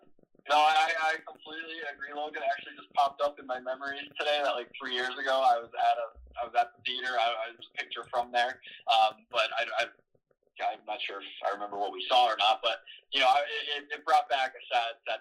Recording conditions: poor sound quality